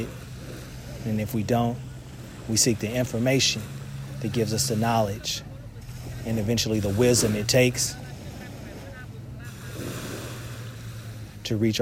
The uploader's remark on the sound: Beach Meditation (Real Life Coastal Ambiance). This soothing meditation and affirmation was recorded at the edge of the ocean water.